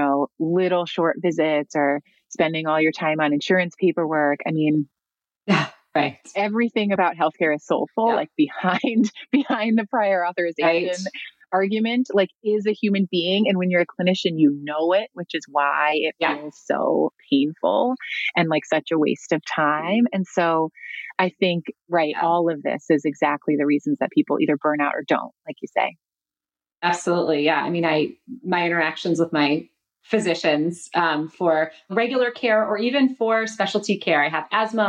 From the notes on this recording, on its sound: This episode was recorded at the 2021 Rock Health Virtual Summit.